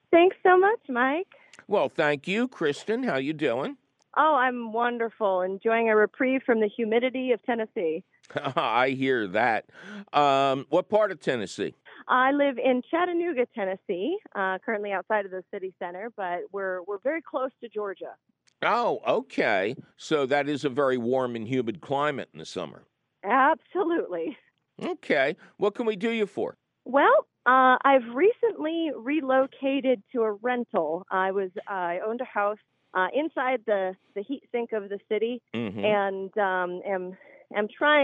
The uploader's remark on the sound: your fabulous phone calls!